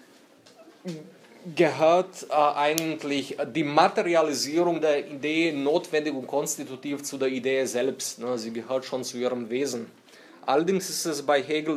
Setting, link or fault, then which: setting, live audience